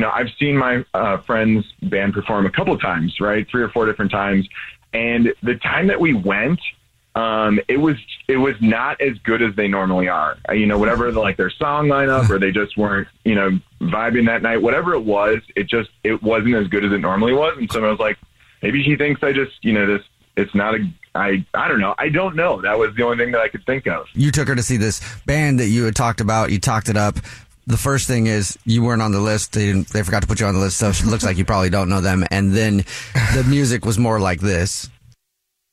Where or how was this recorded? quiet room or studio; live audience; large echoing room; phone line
phone line